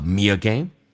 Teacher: Me 跟 again 中间可以加个也，这是元音跟元音之间的连音叫 me 也。不是加我就是加也，这边加也叫 me again.